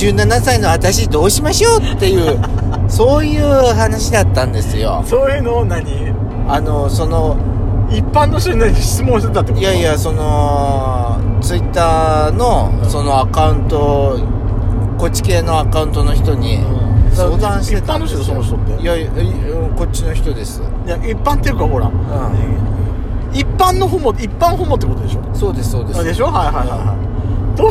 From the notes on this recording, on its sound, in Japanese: ドスドライブ収録。ロードノイズゴメンね。